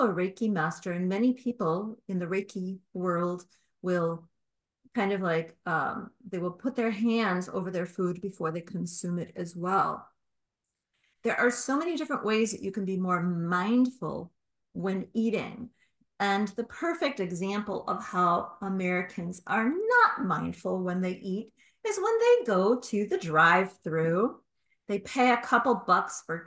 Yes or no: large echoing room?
no